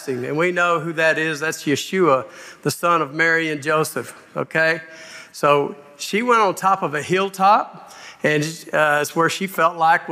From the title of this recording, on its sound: Live at Grace Woodlands Church